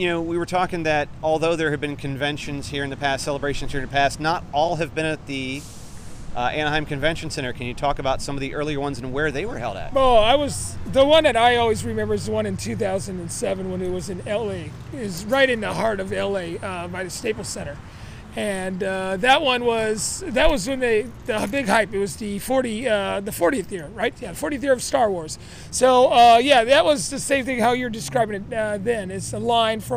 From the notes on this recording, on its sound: Some early audio from Anaheim as Star Wars Celebration is set to begin.